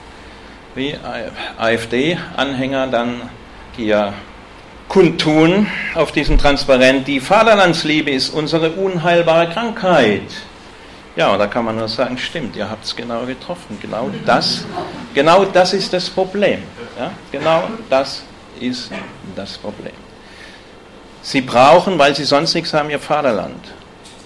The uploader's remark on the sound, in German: Gehalten auf dem Antifa Kongress Bayern. In Nürnberg.